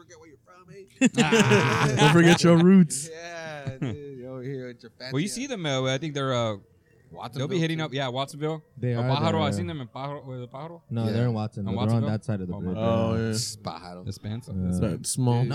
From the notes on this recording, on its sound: we recorded this episode at the patio of 201 Main during their weekend brunch buffet